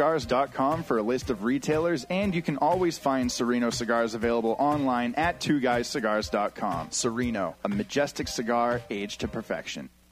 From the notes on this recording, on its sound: live from Two Guys Smoke Shop in Salem, NH